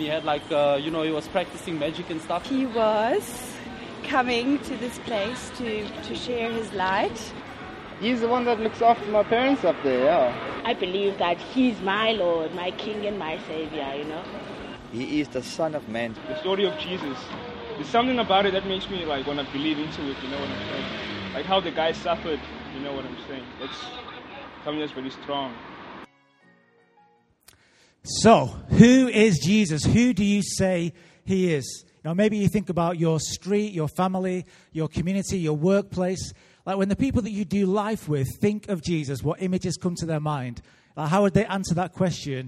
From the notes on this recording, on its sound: Recorded live at Life Church Lancashire.